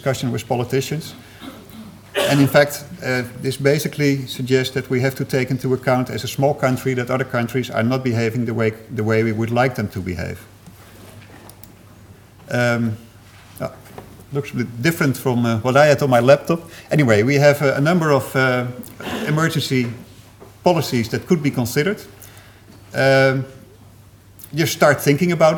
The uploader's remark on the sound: Third presentation of session 9 of the 4 Degrees international climate conference.